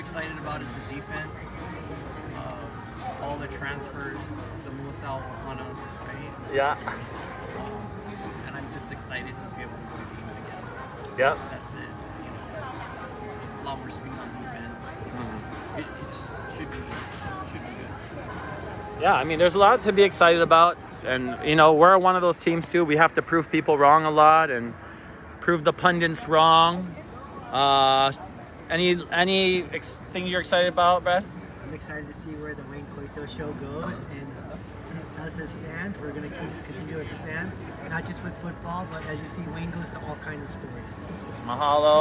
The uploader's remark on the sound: Live from Waikiki!